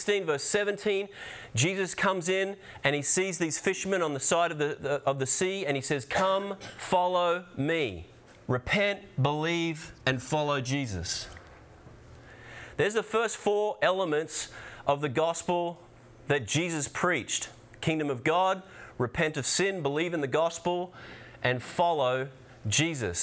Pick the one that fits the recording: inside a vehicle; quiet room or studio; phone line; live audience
live audience